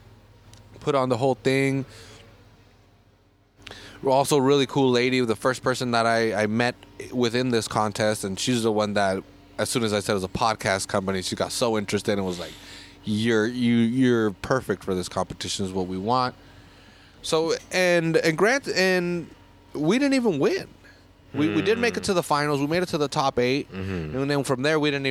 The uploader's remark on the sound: Go to Alvarado Street to drink a record a podcast.